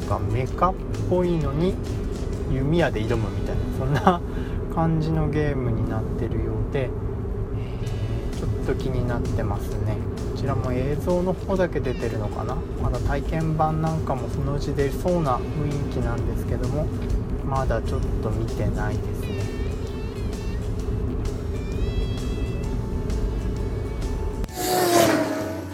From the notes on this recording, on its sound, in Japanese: 運転中に録音してるので、内容がフラフラしたり、いろんな音が入ったりしていますが